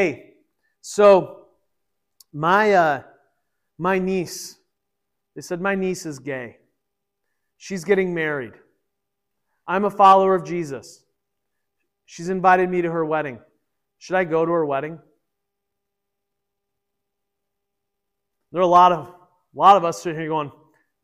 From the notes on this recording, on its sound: This was originally recorded at Peace Presbyterian Church in Flint, MI